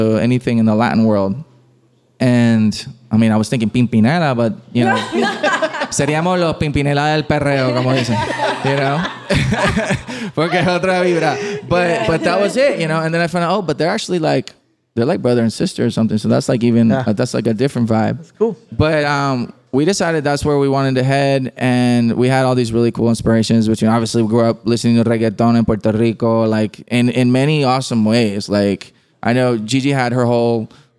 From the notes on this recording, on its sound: From the heart of Hollywood at the beautiful Gibson Guitars Showroom. At an unforgettable live event.